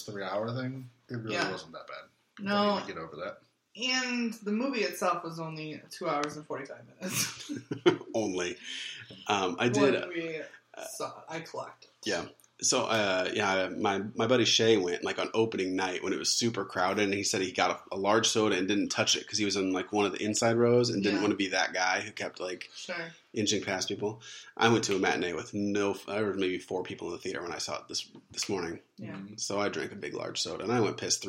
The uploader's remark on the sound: Please forgive audio quality this episode. We screwed up.